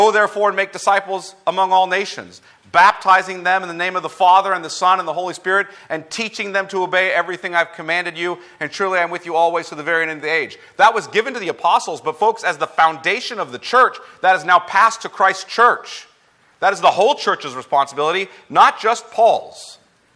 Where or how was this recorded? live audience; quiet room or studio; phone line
live audience